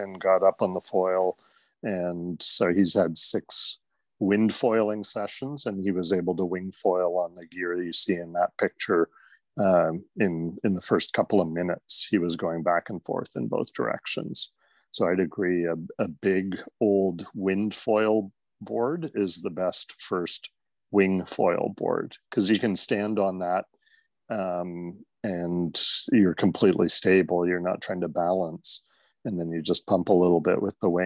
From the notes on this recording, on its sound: Recorded live on Zoom. This is a round table conversation and the audio quality is not studio quality.